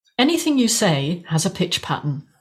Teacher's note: And we know it's a statement because it goes down at the end.